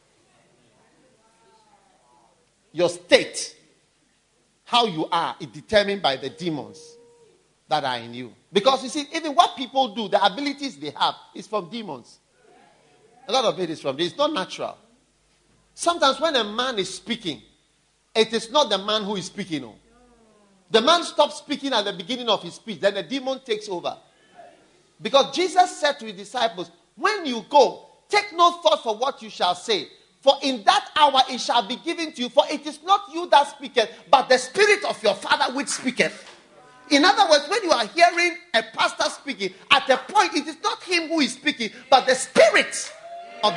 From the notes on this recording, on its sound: Preached at the First Love Church, University of Ghana, August 2012.